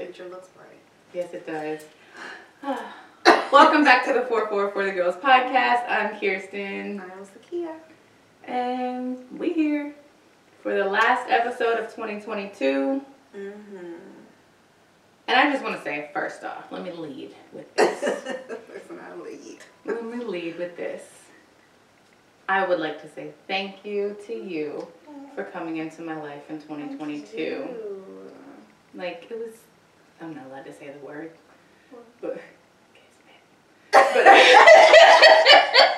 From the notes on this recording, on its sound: Also, the sound quality is a little off because I ran out of space on my hard drive.